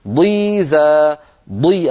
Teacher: ضا ضل فقد ضل سوى، ضا سريع استطالة ولكنها سريعة. ضيزا ضي، الضاد المكسورة أيضا فيها استطالة ولكنها سريعة، في الساكن تكون أوضح.